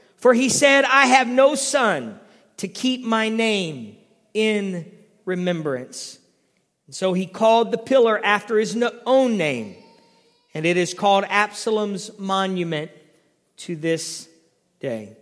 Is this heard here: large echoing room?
yes